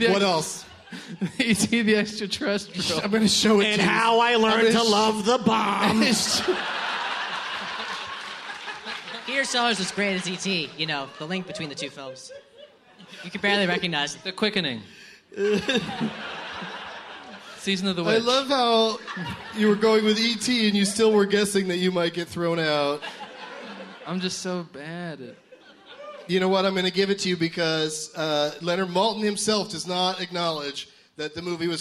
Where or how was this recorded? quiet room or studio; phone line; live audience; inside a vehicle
live audience